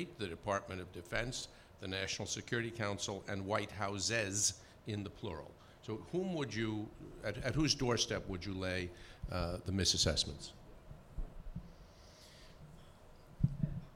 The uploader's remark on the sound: At the Council of American Ambassadors' Fall Conference